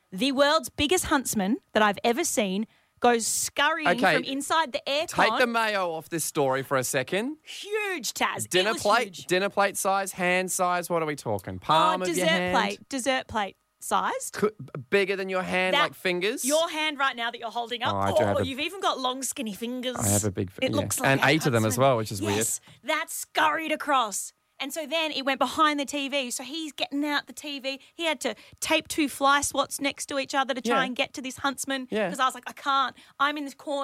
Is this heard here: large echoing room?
no